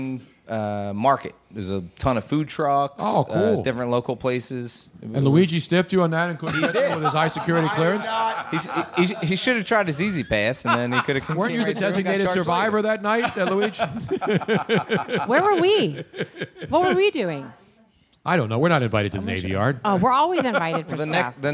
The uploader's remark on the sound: Live from MOONSHINE.